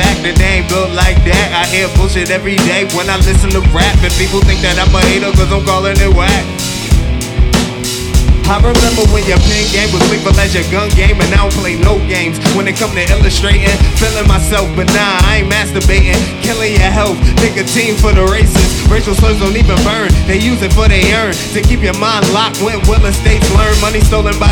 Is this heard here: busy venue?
yes